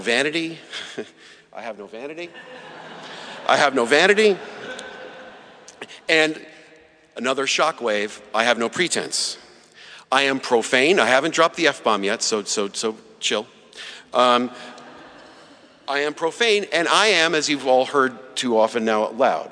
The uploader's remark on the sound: Saturday morning talk at our 2017 Conference in New York City. At St George's Episcopal Church.